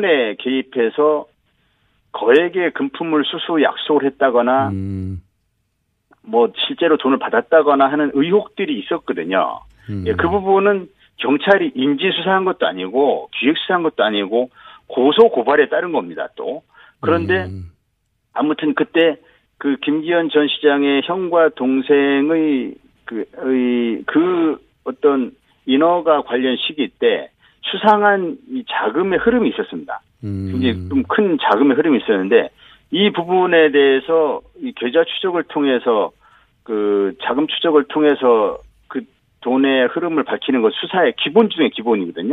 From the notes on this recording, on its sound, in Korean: 전화연결.